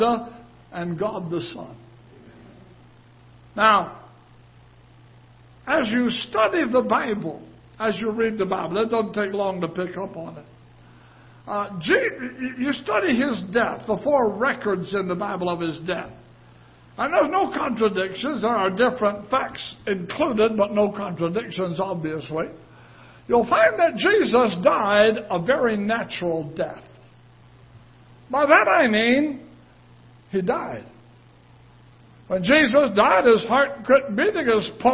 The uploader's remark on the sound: Ketha Heights Baptist Church ~ Live Broadcast